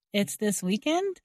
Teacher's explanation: we are using the same word order, but adding rising intonation to clarify we heard correctly